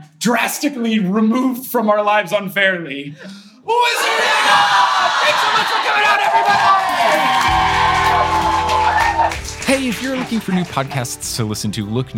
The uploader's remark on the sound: Live from Los Angeles.